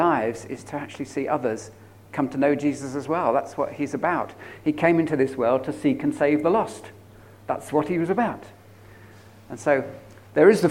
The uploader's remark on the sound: At King's Church, Cockermouth, as an audio file.